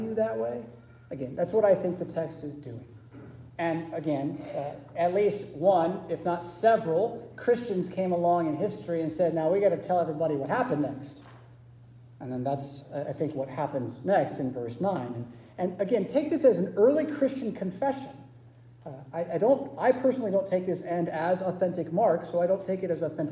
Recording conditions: large echoing room